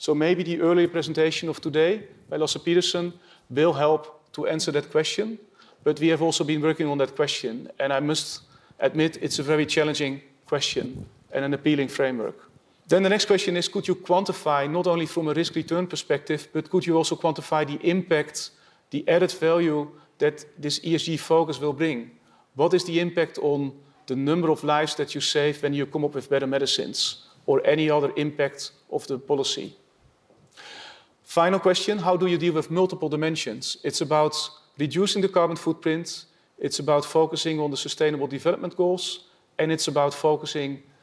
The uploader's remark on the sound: These views were first aired at The AQR Asset Management Institute's conference: Insight Summit.